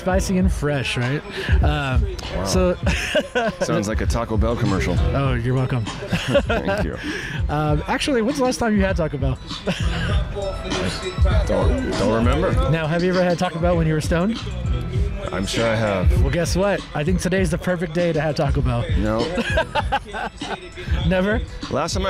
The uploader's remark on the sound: Live at Hippie Hill SF.